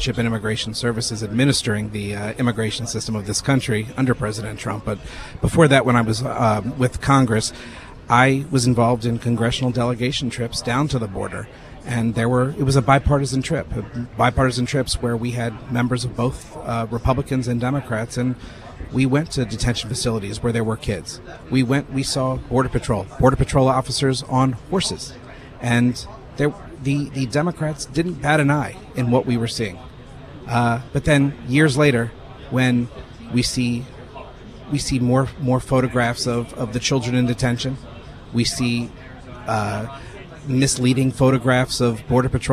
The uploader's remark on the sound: The … Show from the Federation for American Immigration Reform Conference. Interviews from the Federation for American Immigration Reform Conference.